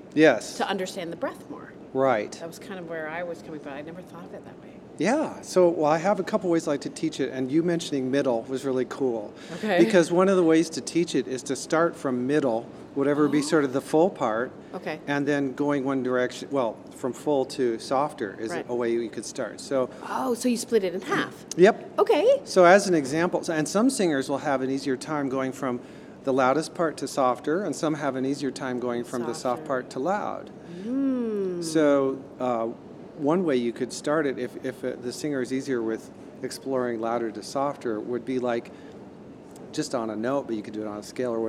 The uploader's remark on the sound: Recorded from the 2018 NATS convention in Las Vegas. Impromptu podcast.